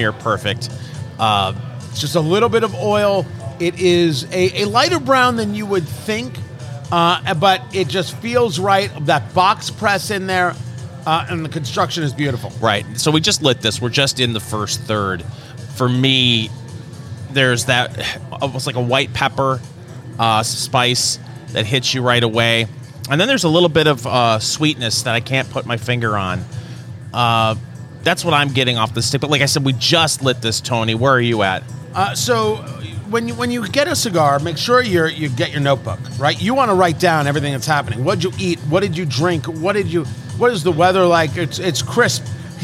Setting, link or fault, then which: setting, busy venue